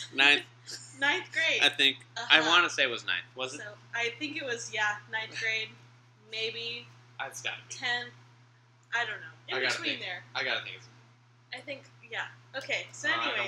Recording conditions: uneven or low level